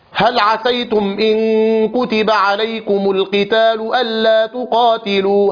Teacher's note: هل عسيتم لام ساكنة وقعت في حرف هل وبعدها حرف العين، إذن لام حرف وحكمها وجوب الإظهار